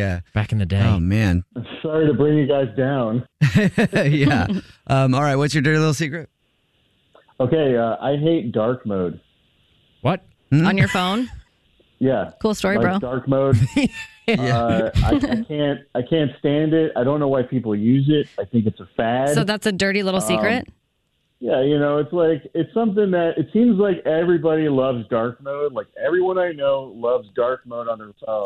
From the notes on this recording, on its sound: called into The Jubal Show